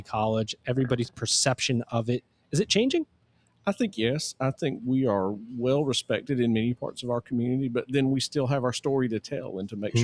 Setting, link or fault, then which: setting, busy venue